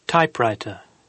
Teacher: First element nominal, stress on first element.